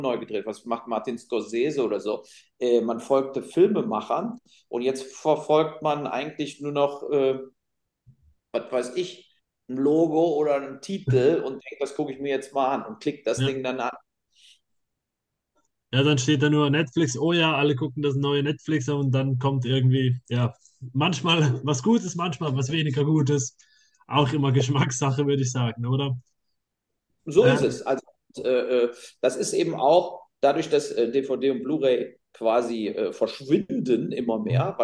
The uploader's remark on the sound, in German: uns auch die Audio ist, da es ein Zoom Interview war, nicht perfekt